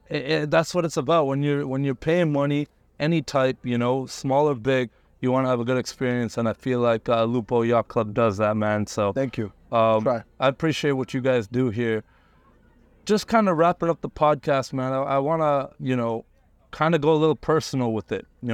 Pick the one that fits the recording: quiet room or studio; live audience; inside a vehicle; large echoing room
inside a vehicle